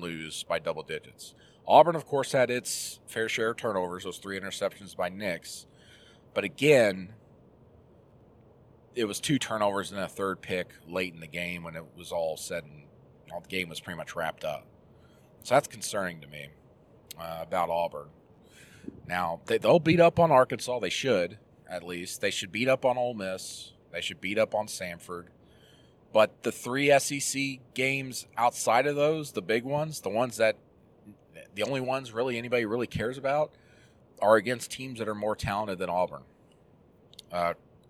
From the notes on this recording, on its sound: Jumps on the horn while driving back to Auburn.